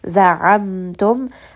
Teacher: ayn is going to be from the middle of the throat.